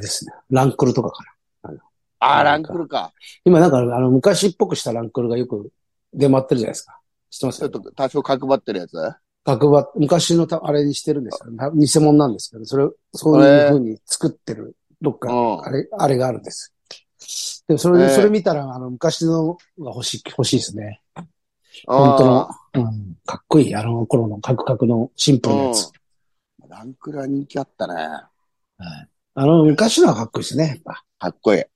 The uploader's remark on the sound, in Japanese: ZOOMで収録。